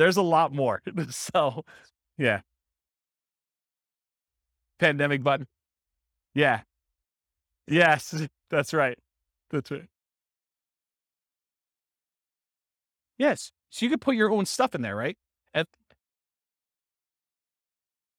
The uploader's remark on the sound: This was a live class recorded